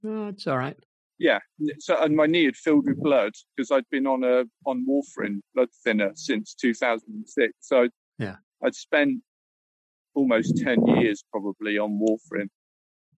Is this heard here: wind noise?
yes